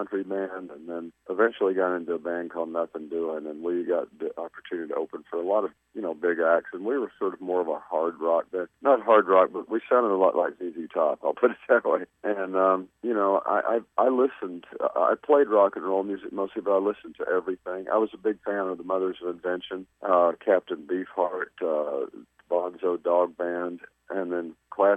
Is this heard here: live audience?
no